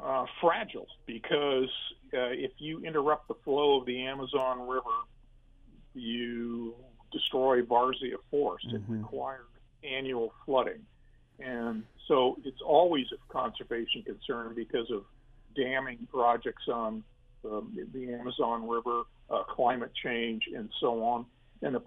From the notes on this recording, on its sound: featuring live callers